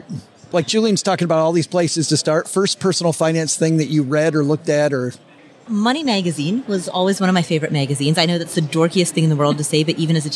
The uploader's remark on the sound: Live from #FinCon21. We are live from FinCon in Austin, Texas.